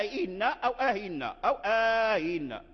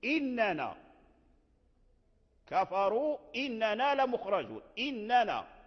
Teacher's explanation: بلفظ الاستفهام أي بهمزة مفتوحة ثم همزة مكسورة · Shown in: first take · الهمزة المفتوحة صورتها الألف والهمزة المكسورة صورتها الياء، فهذا لم